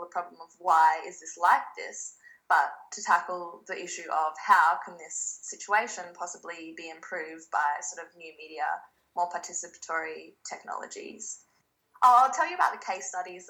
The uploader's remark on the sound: Speaking via Skype